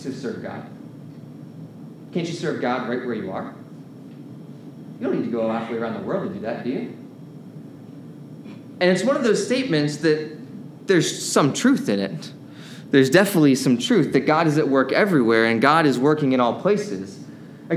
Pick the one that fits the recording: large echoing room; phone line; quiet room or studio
large echoing room